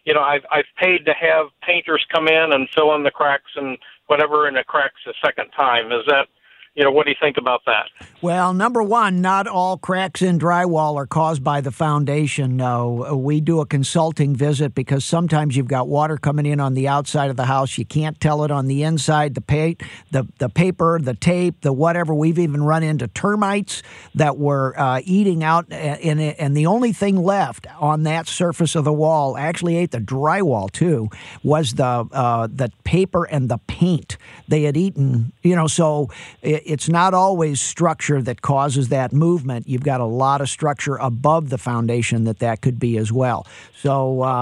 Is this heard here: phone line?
yes